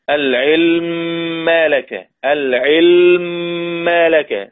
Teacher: العلم ما لك إدغام مثلين، ليس هناك مانع وتوفرت الشروط